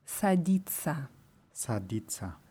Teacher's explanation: Wichtig ist, dass man dieses SA am Anfang stimmlos ausspricht.